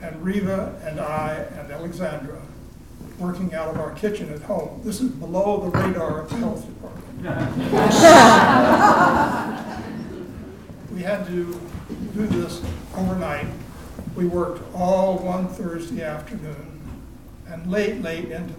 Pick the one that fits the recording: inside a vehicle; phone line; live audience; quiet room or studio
live audience